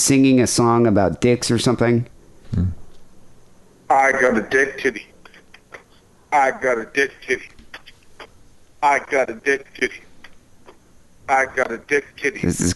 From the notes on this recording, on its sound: Phone calls.